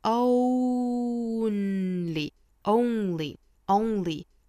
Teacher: only 这个词它的元音呢就是一个 o 的过渡， oo，当然也有一个唇形渐渐聚拢的一个状态。